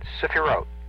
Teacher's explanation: Now, the T-H is pronounced as a hard T. And the first E is a very short, very quick E. It's a. It's not long and drawn out.